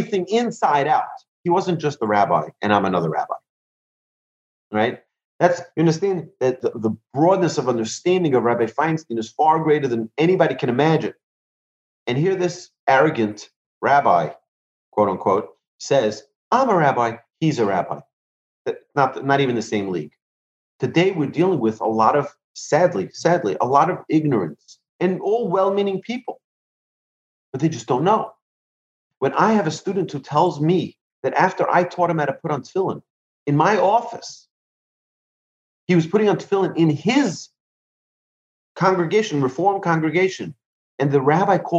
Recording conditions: video call